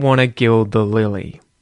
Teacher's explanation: The T's are muted. They're not said there at all